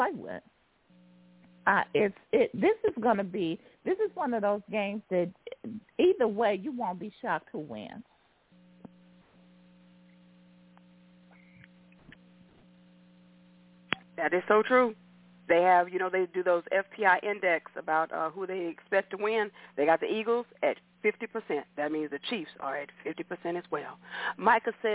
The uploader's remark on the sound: Your phone calls, comments, questions.